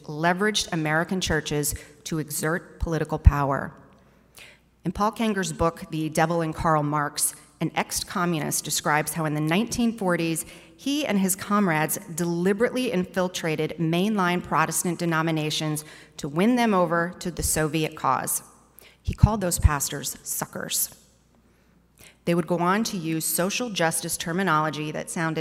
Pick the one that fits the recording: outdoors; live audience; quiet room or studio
live audience